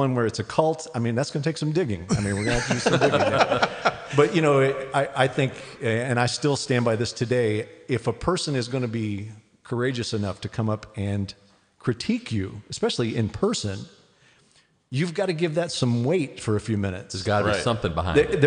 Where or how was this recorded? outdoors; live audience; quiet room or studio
live audience